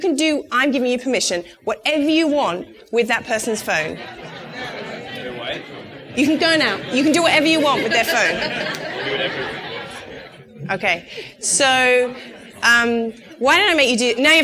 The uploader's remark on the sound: a live conversation in Boston